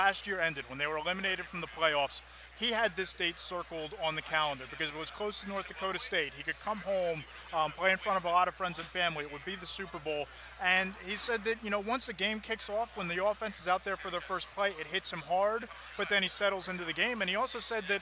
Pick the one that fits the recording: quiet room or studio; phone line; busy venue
busy venue